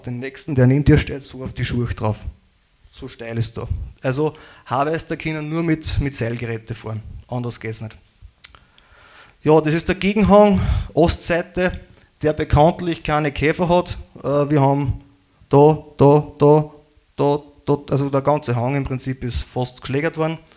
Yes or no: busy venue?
no